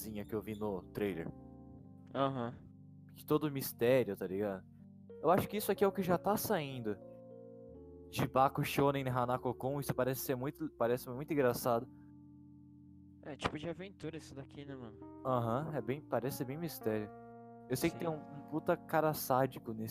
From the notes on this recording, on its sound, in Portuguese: Episódio com o audio extremamente baixo, mas foi um teste.